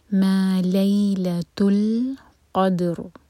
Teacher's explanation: ما لیل تل قدر دال پر قلقلہ، اور را کو ہم ساکن کر کے رکیں گے تو را ہیوی ہوگا کیونکہ اس سے پہلے ہے فتحہ، قاف پر جو فتح ہے وہ، تو را ساکن منہ بھر کر.